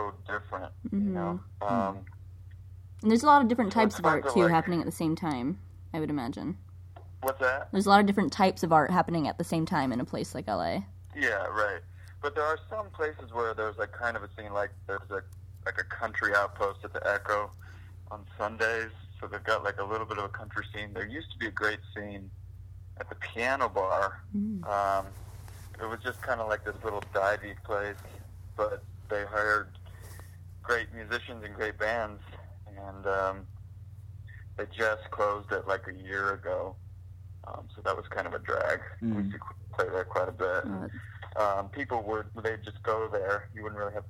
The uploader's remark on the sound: Interview via phone